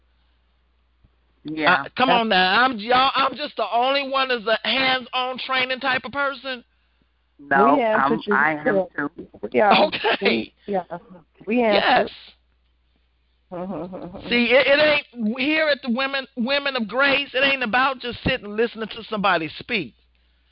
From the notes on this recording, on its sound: Women of Grace 1-20-2016 conference call class.